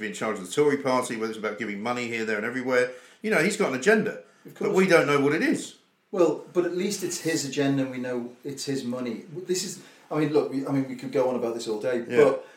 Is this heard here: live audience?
no